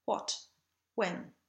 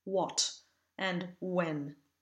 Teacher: we form the shape of the U and then let the air escape without voicing it. · Shown in: first take · Term: upside down W glide